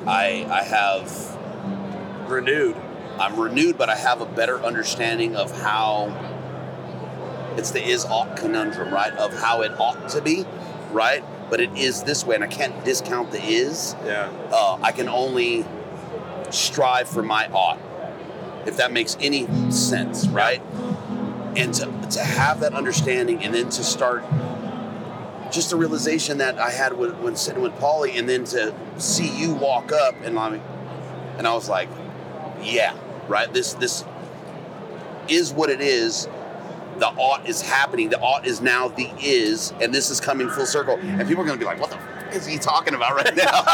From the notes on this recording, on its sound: Live From the Initial Ascent Mountain Dude Table. Live from The Western Hunting and Conservation Expo live in the Initial Ascent booth.